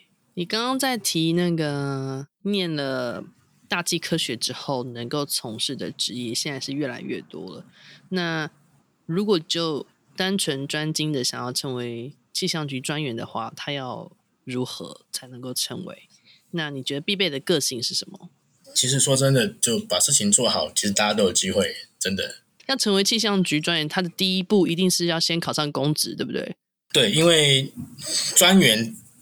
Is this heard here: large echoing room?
no